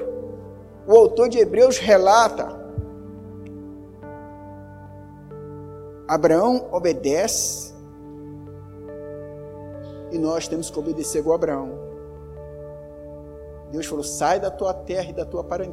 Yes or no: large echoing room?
yes